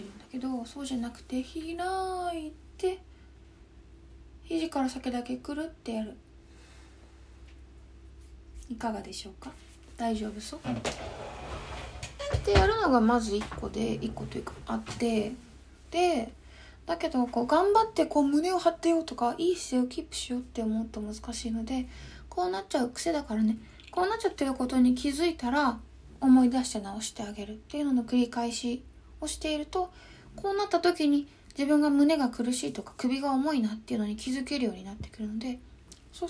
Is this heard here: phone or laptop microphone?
yes